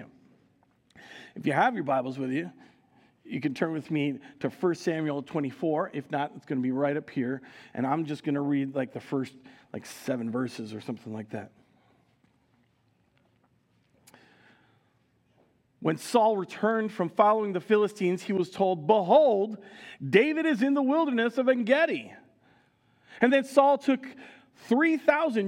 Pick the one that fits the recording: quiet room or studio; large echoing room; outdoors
large echoing room